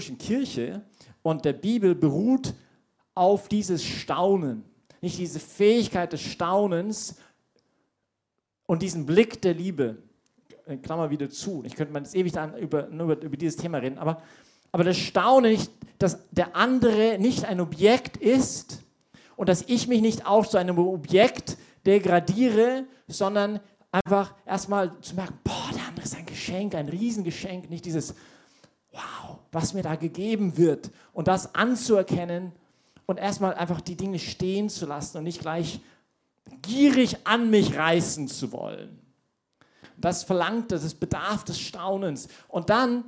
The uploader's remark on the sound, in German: Diese Predigt wurde bei der YP Messe